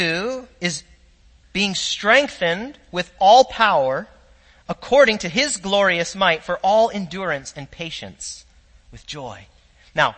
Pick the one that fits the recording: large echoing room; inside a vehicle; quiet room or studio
large echoing room